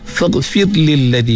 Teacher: nipiskan pada huruf ra yang mati sebelum dia berbaris di bawah. Faghfir lilladhi, perlu perhatian pada huruf ghin.